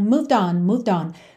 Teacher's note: Do V, você já vai pro D